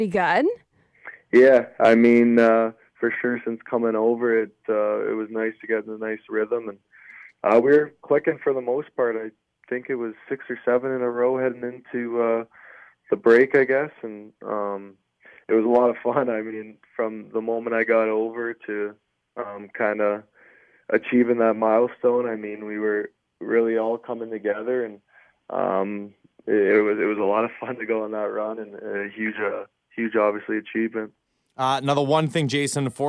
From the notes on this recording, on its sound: chat over the phone